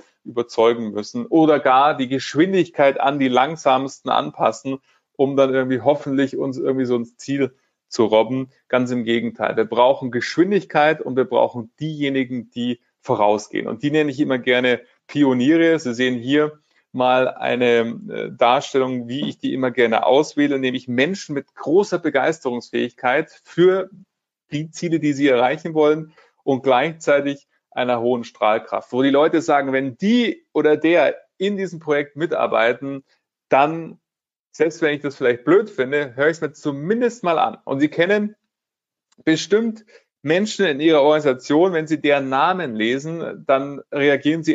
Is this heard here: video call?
yes